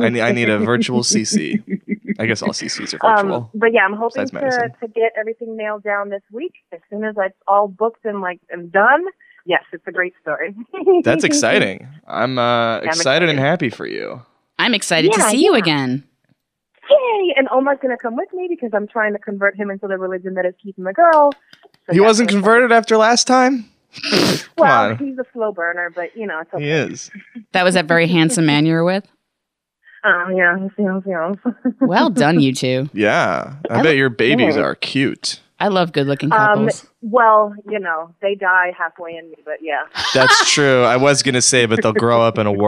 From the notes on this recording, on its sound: on the phone